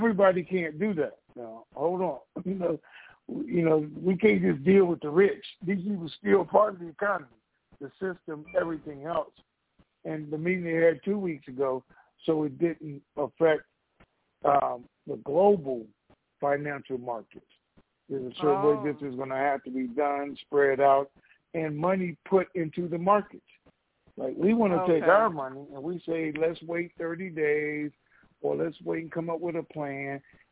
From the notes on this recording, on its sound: TNTSuperfantastic Conference Call